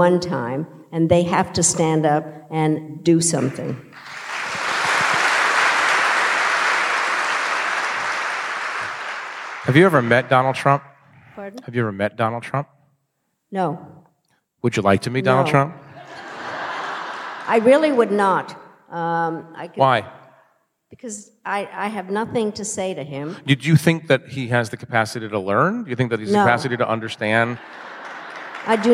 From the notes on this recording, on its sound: In a conversation on stage at Sixth & I